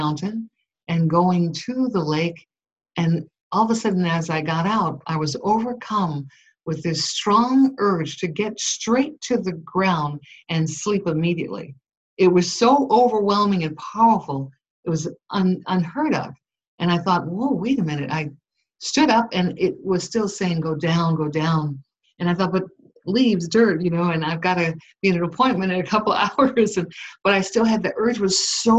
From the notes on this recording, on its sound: Unfortunately, some Skype audio quality issues.